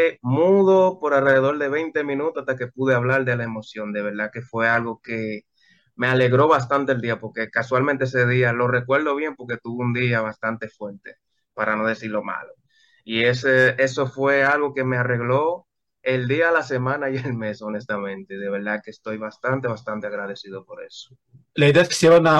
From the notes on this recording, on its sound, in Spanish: Charlamos via zoom